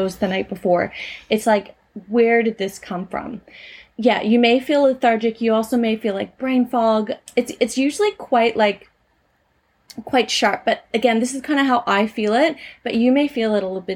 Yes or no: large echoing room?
no